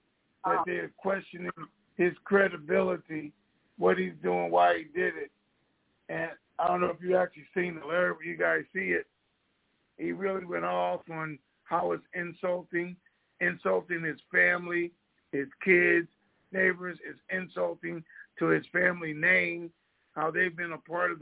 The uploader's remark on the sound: TNTSuperfantastic Conference Call.